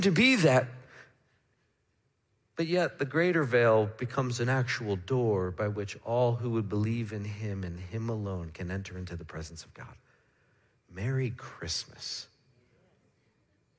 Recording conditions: large echoing room